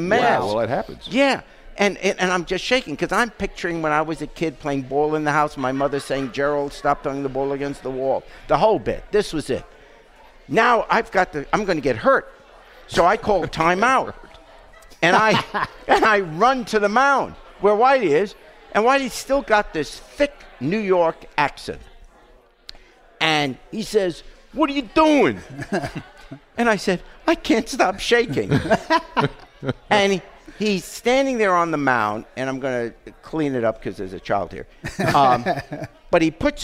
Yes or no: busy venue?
yes